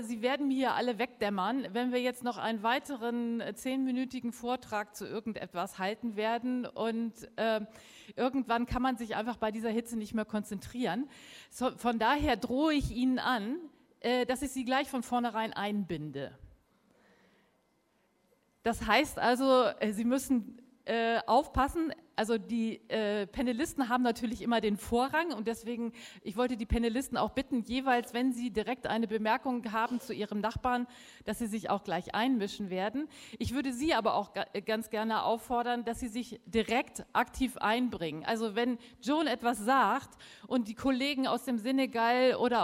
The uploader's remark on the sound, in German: Drittes Panel der Konferenz «Auf der Flucht vor humanitären Krisen». Berlin.